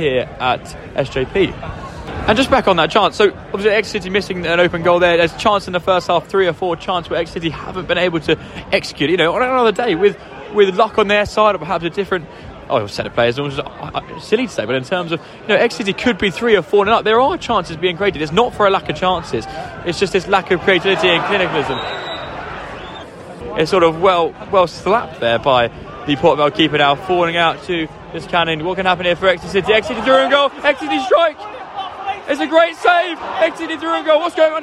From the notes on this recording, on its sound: Live commentary from a tense …